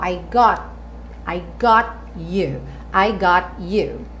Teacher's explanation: Lembrando que as, as letrinhas em vermelha são as consoantes oclusivas, ou seja, cortam o som. Então o T viria cortando o som do O.